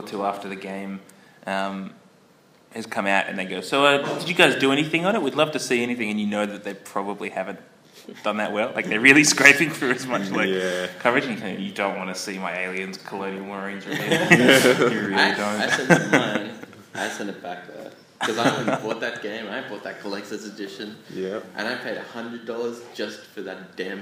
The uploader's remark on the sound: PAX Australia Panel. PAX Australia featured a plethora of panels covering a huge variety of topics. Hear stories from five folks.